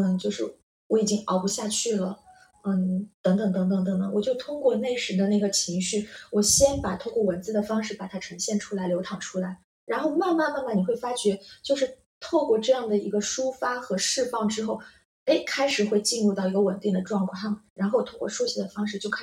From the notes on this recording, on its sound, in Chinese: 這集錄音時發生點意外，聲音不太好，後期努力調整了，但還是不太行。